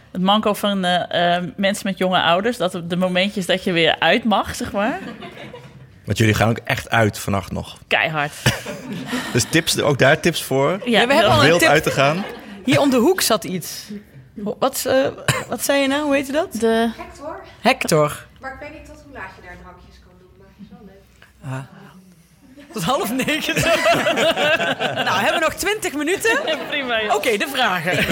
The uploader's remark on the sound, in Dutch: Live in Goes! Op 7 maart namen we de podcast live op in de bieb in Goes! Met een top publiek.